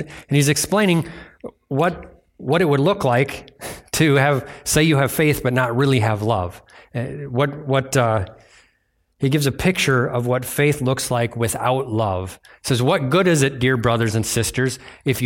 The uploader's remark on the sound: was delivered on Sunday, January 14th, 2024 at Bible Center Church in Maiden Rock, Wisconsin.